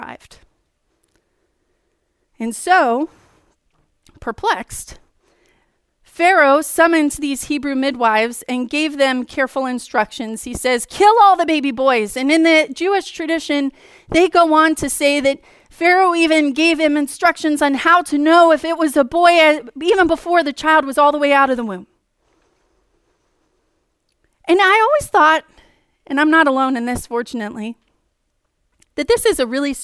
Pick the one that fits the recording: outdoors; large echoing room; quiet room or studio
large echoing room